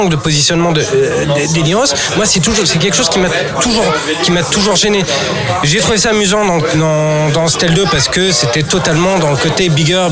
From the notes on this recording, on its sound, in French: Enregistré au Hurling pub (8 Rue Descartes, 75005 Paris), le samedi 12 mai 2018.